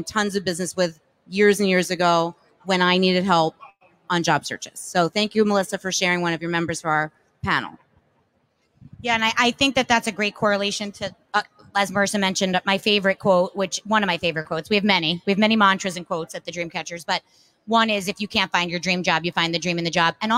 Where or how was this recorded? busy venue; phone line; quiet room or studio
busy venue